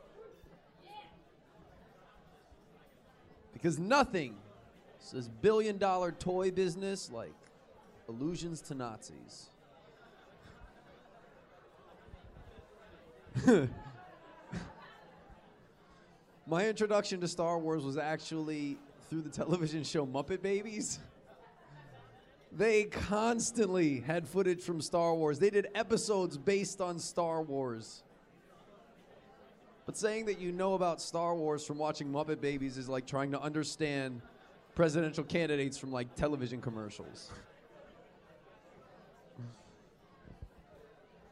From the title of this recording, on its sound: (LIVE)